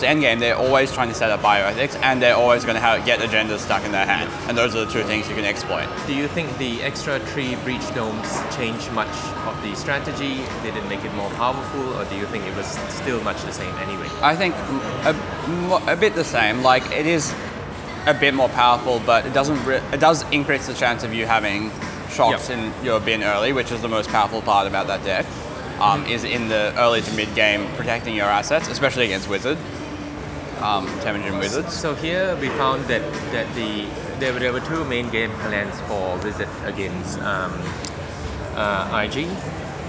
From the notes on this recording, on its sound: live from a Sydney cafe in the midst of Australian Nationals!